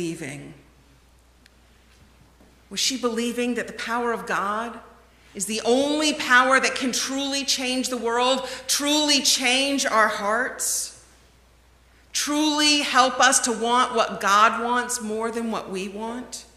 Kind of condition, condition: setting, large echoing room